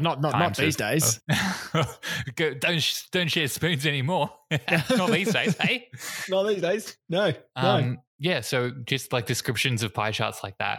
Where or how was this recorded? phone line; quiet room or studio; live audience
quiet room or studio